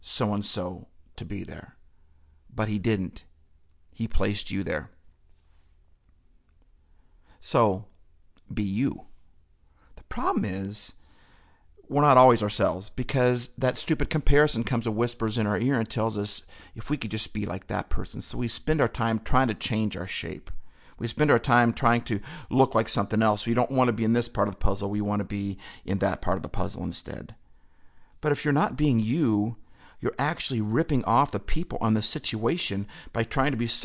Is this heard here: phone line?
no